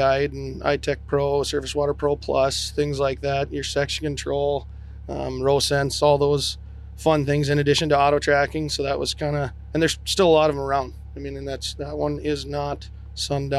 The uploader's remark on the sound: In this special episode recorded at Field Technology Days this Fall.